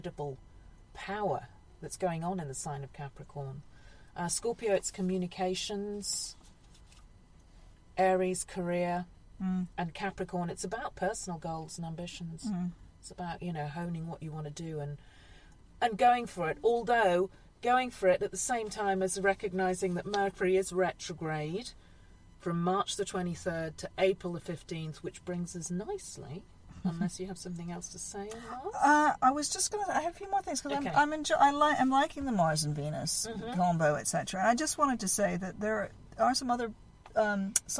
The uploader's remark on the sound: This month's podcast was made at a glamorous location on the top floor of a car park in Reading. We sweat it out in the car.